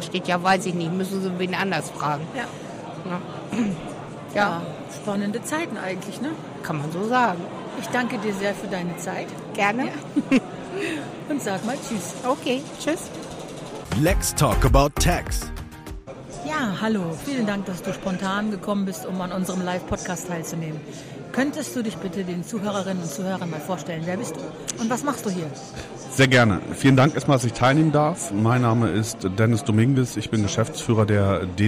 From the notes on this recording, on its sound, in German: Die Podcast-Sonderedition live aufgenommen auf der TAXarena Hannover.